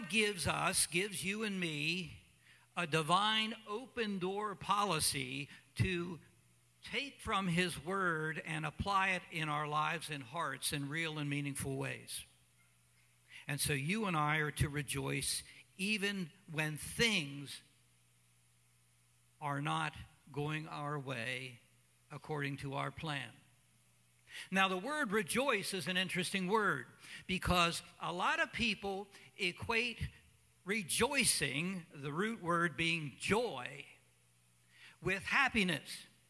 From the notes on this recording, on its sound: Cornerstone Fellowship Sunday morning service, streamed live.